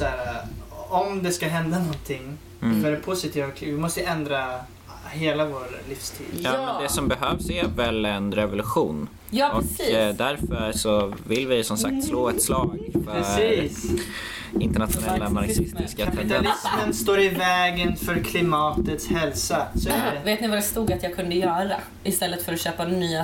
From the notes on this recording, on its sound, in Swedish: Tyvärr råkade vi ovetandes spela in avsnittet på ett knarrande bord vilket vi inte hörde under inspelningen.